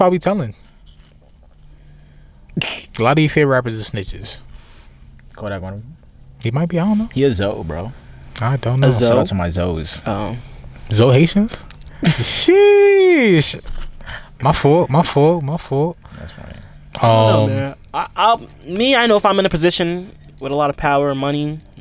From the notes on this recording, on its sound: The fellas are back outside again accompanied by Mother Nature and her beauty.